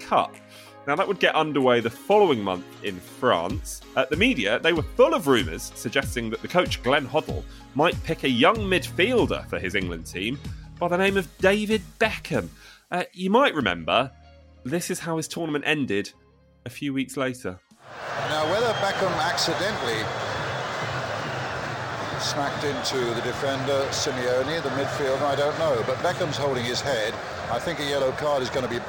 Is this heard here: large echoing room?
no